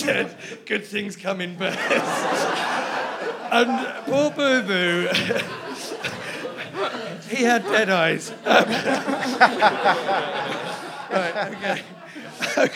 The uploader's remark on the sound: Recorded in front of a live audience.